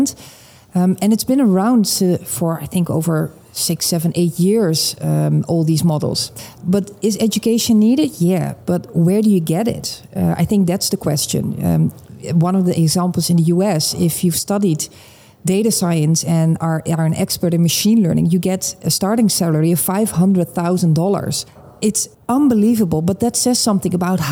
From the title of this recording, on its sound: Live from Money 20/20 Europe